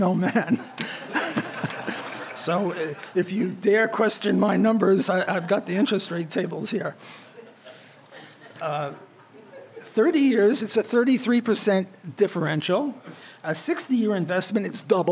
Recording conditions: live audience